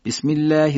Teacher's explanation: کلمه الله اینجا ترقیق شد